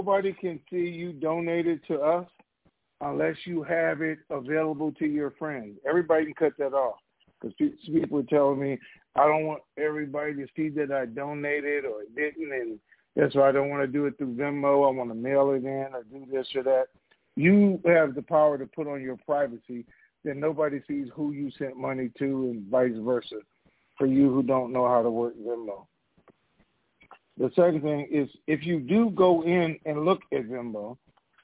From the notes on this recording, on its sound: TNTSuperfantastic Conference Call